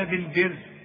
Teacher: الراء ترقق عند الوصل وعند الوقف، واخد بالك، لانها مكسوره وقبلها مكسور